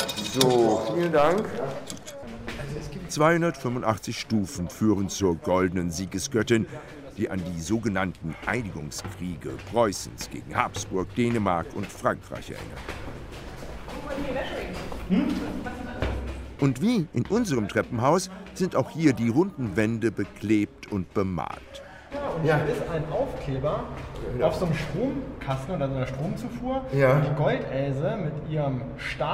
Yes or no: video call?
no